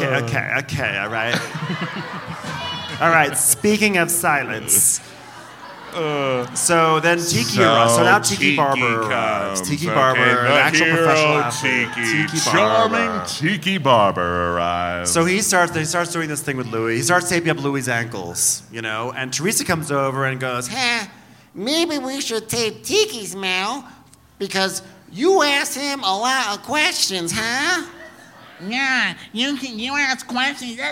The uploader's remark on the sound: Live from Denver